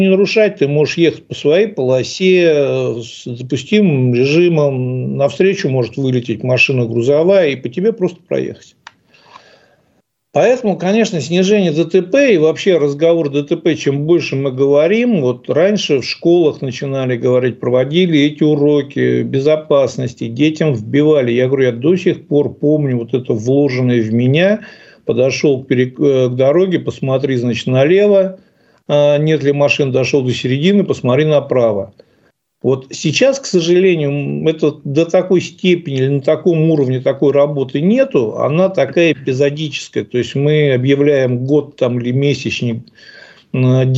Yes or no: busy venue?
no